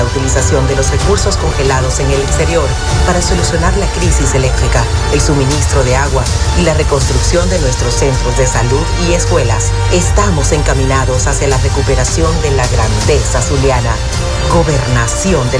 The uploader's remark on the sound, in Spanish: en vivo desde el hotel del lago en el marco de la ExpoZulia 2022